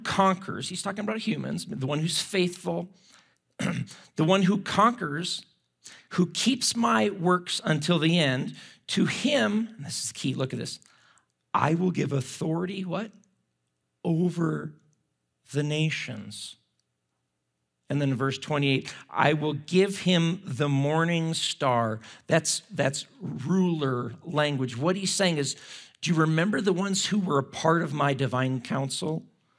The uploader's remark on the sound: At Timberline Church - Audio.